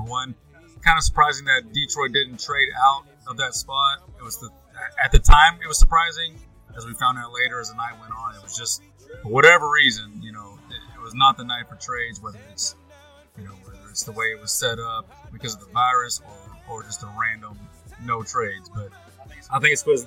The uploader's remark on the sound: We do a live video poolside. Come listen or watch us drink beer and entertain you for an hour or so!!!